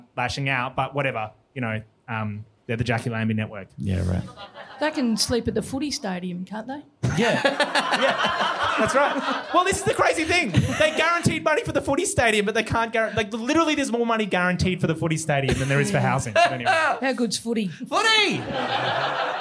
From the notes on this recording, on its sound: Live from Brisbane. Live from Good Chat.